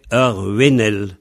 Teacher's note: Et c'est un mot féminin, donc lorsqu'on met l'article devant, ça fait Arwenel, il perd son G.